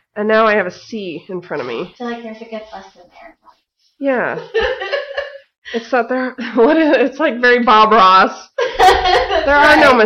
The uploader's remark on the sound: Still working on sound issues!